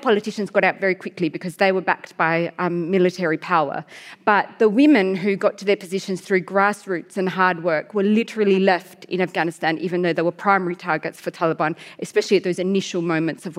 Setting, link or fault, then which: setting, live audience